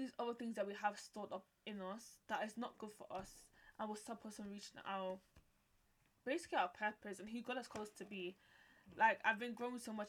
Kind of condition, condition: fault, uneven or low level